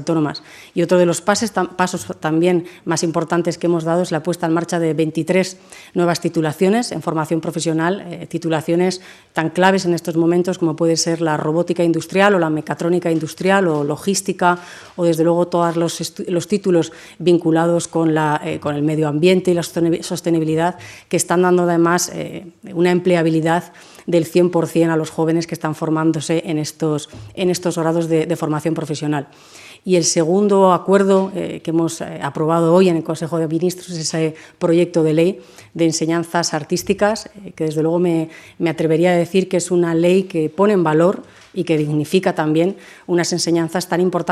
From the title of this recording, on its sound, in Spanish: Rueda de prensa posterior al Consejo de Ministras y Ministros